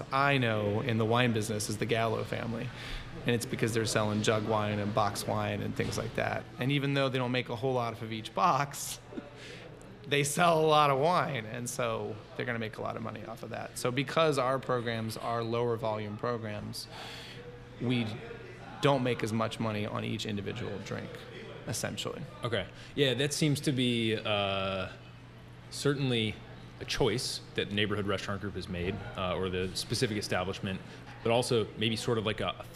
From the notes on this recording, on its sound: This interview was recorded at a really cool spot called Rustico in Ballston, just across the river from DC, so please enjoy the audio verite that comes from recording on-location. This interview was recorded at a really cool spot called Rustico in Ballston, just across the river from DC, so please enjoy the audio verite that comes from recording on-location.